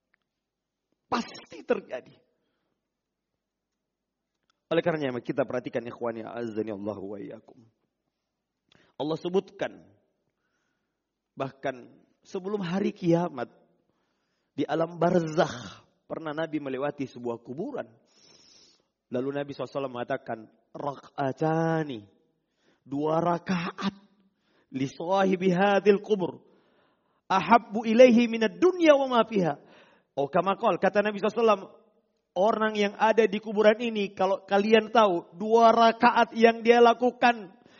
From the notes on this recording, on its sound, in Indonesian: Rekaman Audio Khutbah Jum'at.